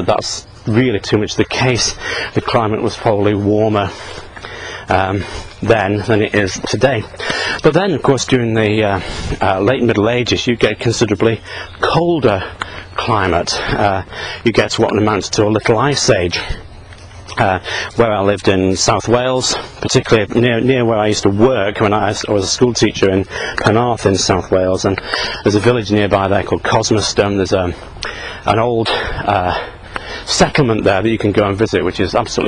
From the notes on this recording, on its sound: While out walking his dog. Who just barks at trucks.